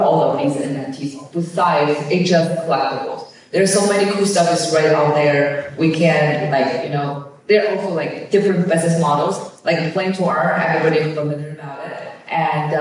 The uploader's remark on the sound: In a conversation live from Town Hall for NFT.NYC!